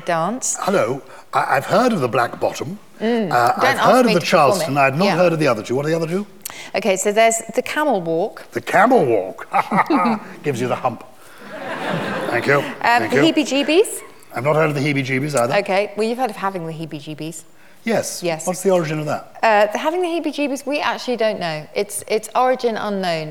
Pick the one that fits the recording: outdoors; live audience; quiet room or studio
live audience